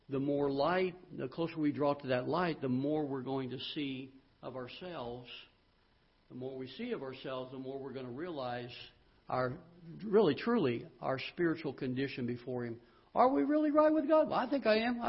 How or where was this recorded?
large echoing room